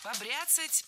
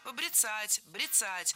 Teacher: Ударение в этом глаголе и в однокоренных глаголах ставится за корнем. · Shown in: second take